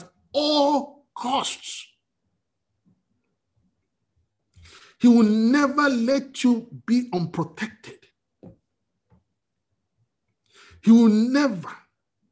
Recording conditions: video call